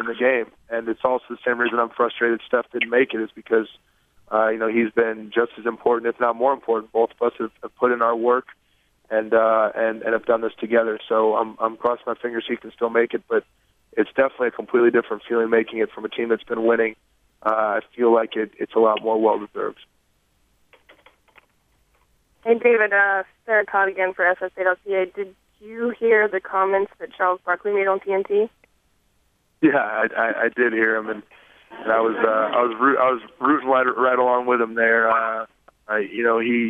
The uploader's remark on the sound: All-Star Conference Call.